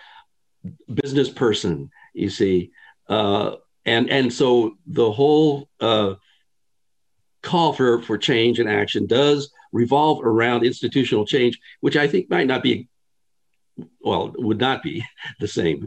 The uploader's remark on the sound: This interview was conducted over Zoom, and so the audio (and video) quality is...